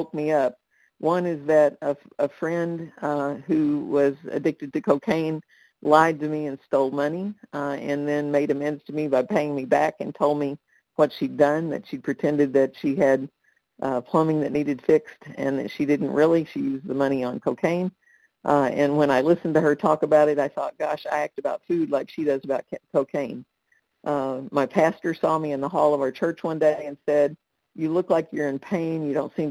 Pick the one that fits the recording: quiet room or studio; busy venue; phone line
phone line